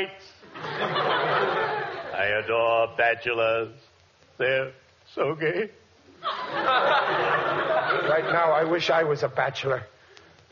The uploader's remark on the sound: howls of laughter and applause from surprised audience members